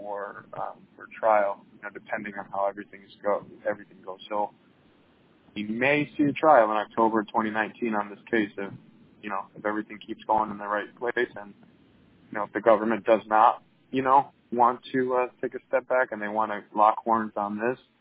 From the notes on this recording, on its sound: This was recorded by phone after the hearing while he was on his way to his next meeting.